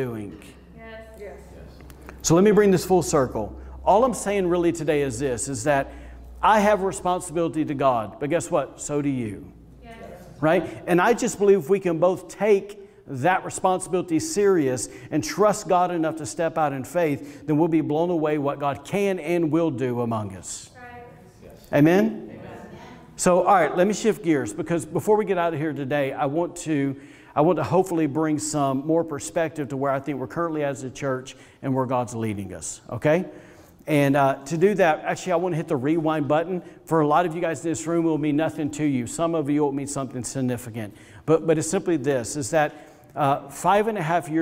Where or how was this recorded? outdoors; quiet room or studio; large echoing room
large echoing room